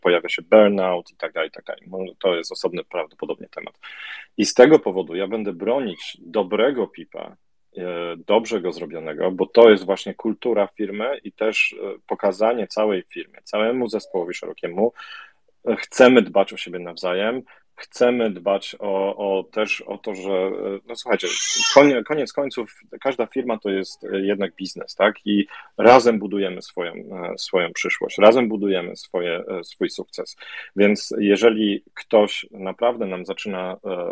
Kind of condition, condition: link, video call